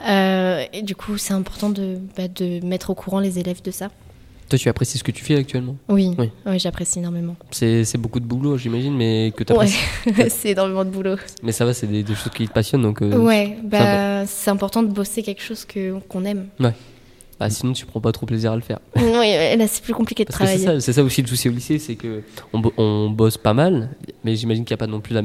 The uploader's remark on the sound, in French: Entretien réalisé en direct samedi 3 février 2018, pendant le Forum de l'orientation 2018 au lycée Rémi Belleau